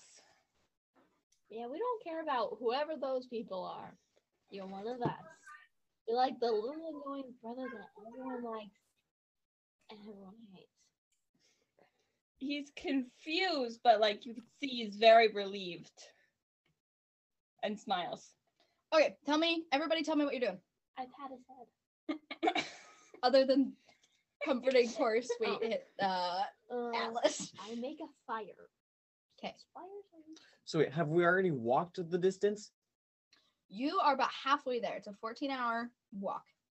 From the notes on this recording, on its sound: Once again, we had to record differently. The audio quality, once more, isn't as great as I would like it to be.